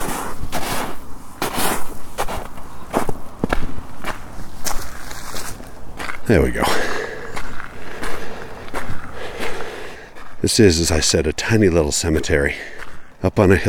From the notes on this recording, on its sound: Recorded on site at the tiny, old cemetery in Charleston, Utah.